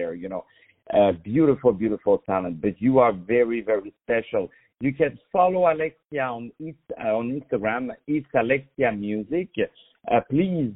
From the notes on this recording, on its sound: On the phone